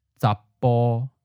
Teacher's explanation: there's a slight pause and the voicing cuts off · Term: voiceless b spelled p